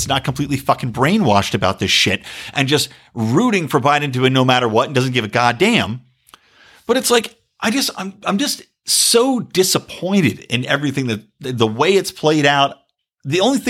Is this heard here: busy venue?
no